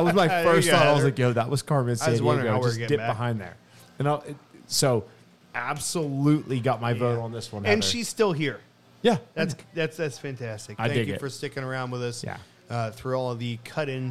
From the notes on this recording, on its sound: go on location at The Blind Fox in Dormont, Pa for Oktoberfest